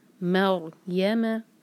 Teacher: میم کو لائٹ رکھیں گے، را کو ہیوی